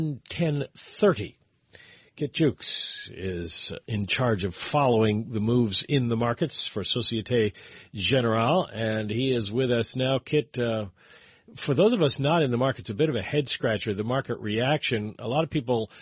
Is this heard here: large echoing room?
no